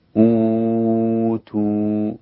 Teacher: الهمزة بعدها حرف الواو والواو مدية والهمزة مضمومة، إذن يكون المد مد البدل، يمد البدل الإمام ورش من 2-4-6 حركات.